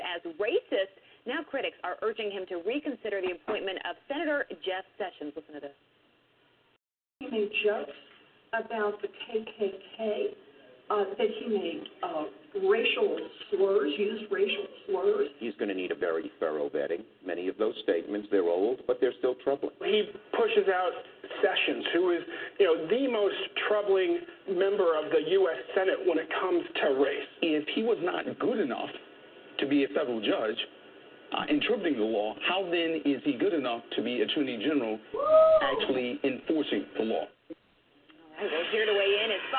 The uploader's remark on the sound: your phone calls